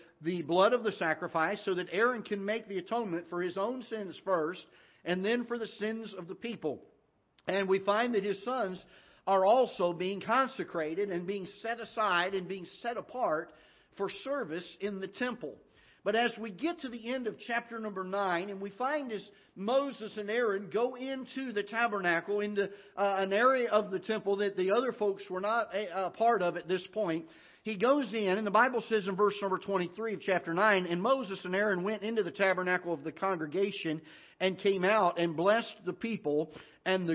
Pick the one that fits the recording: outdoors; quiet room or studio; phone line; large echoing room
large echoing room